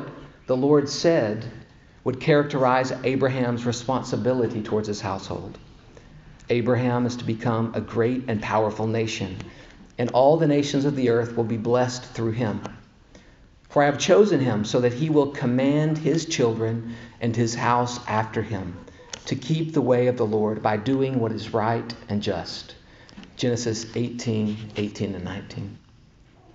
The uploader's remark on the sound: The first session of a four-part series delivered at Grace Bible Church of Conway in December of 2021.